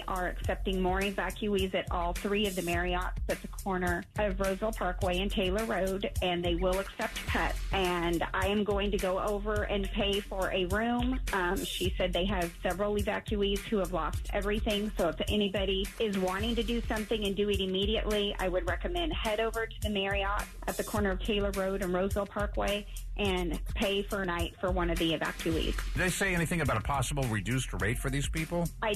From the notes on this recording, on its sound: taking phone calls